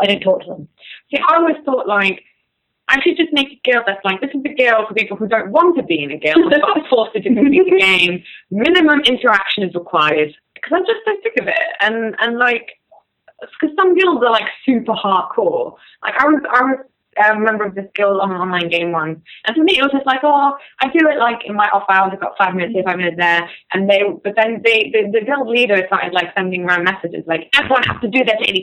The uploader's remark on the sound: due to some technical issues, the audio quality on this episode isn’t the best